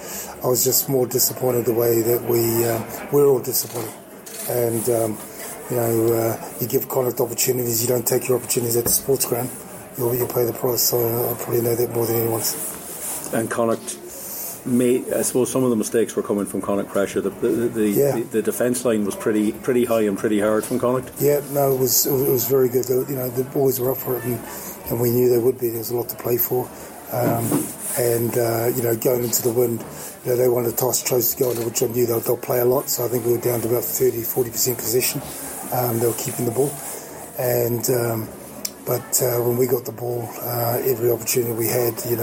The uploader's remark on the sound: in the post match press conference